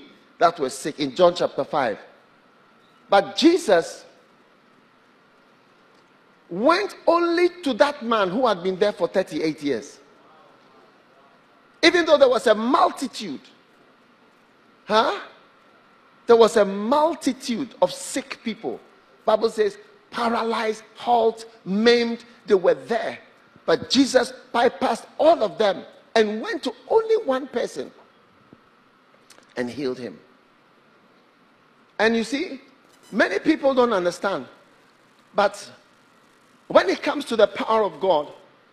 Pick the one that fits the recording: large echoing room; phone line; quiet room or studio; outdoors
large echoing room